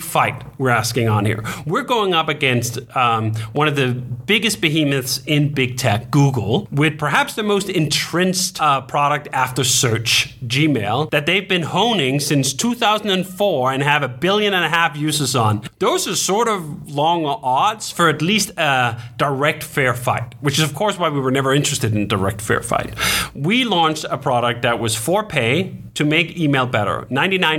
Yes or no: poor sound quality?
no